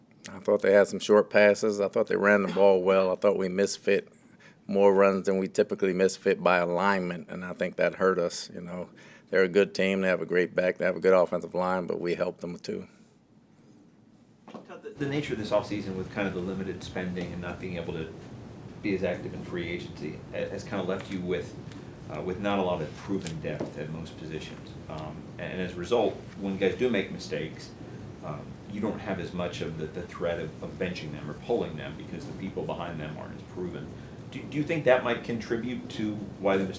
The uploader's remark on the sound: Press Conference.